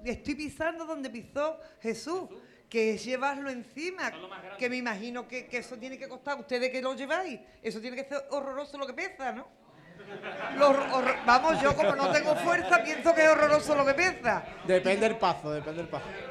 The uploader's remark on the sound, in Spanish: Programa especial realizado en directo en la Tasca el 22. Semana Santa de Chiclana 2023.